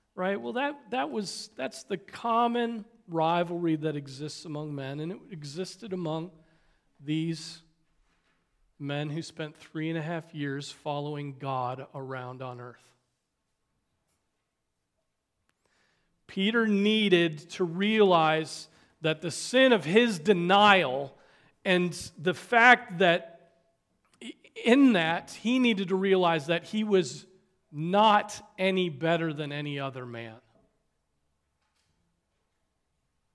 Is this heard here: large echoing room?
yes